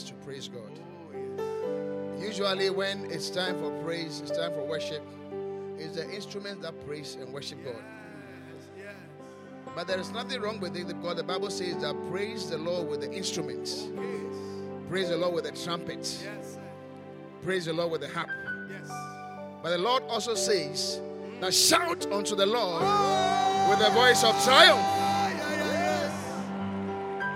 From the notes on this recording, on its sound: Preached at the Qodesh